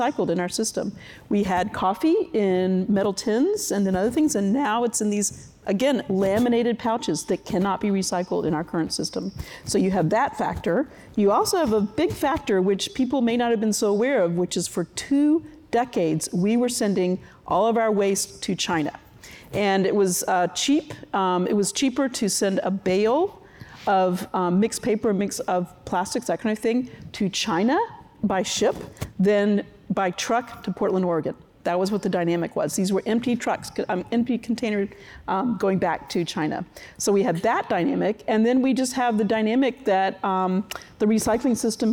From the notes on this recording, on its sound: For this episode of the Crosscut Talks podcast, we listen in on a conversation from the Crosscut Ideas Festival.